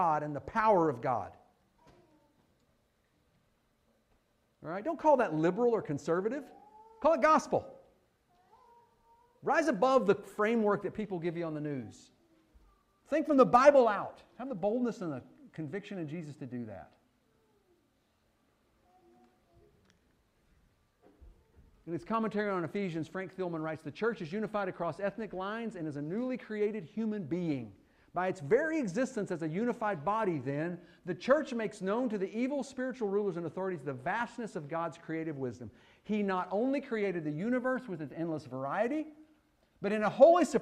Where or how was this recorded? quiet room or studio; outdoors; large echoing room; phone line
large echoing room